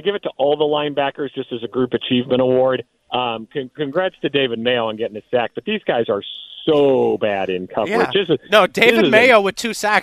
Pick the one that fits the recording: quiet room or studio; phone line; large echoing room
phone line